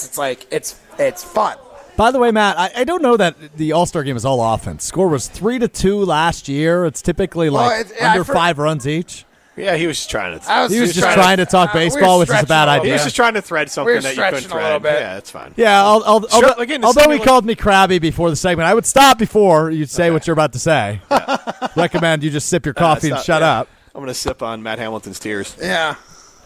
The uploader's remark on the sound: live from Ruth's Chris Steakhouse in Middleton